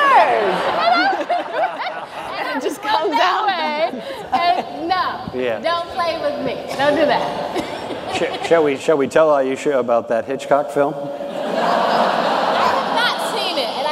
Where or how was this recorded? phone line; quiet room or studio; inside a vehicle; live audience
live audience